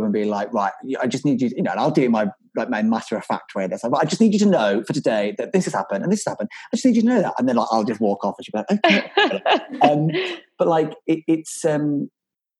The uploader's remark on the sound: This episode was recorded over Zoom